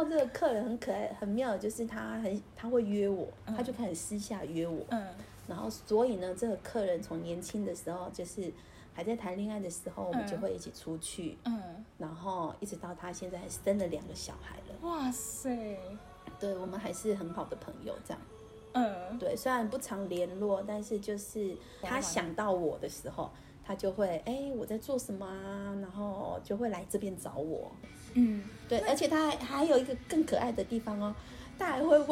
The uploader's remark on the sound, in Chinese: 本集因錄音場地限制，背景音較大，請見諒